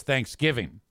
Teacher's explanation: The emphasis is on the second syllable